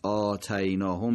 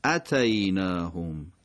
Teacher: خود همزه یه کرسی داره، فقط همزه خونده میشه و حرکتش هم کوتاه هست · Shown in: second take